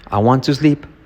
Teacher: Unimos el to con la S para no poner la E.